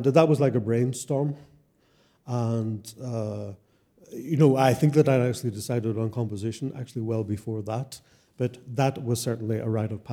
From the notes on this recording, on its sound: A live recording of CMC's podcast held during New Music Dublin on 1 March 2020.